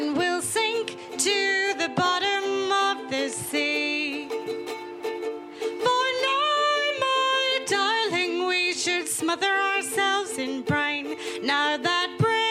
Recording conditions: live audience